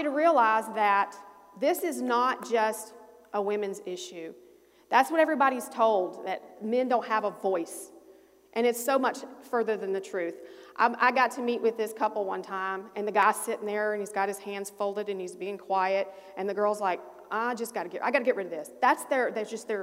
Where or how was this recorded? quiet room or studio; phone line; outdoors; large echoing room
large echoing room